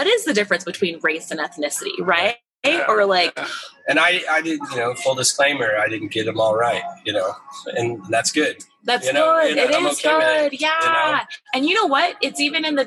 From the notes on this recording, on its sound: Live from the VRMA International conference in San Antonio